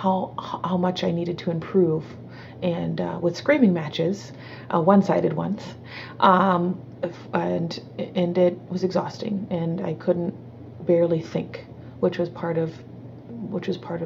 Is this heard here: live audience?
no